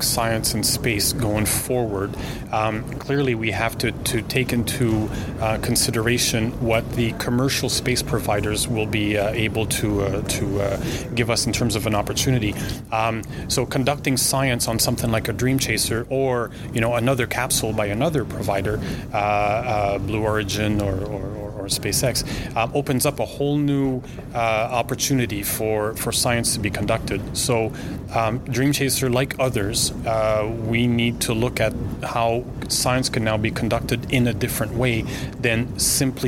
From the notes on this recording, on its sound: Recorded at the conference. The Montreal Space Symposium is a new conference that was conceived of and organized by students. Registration was free and they confirmed 400 registrations with approximately 300 attending the keynote.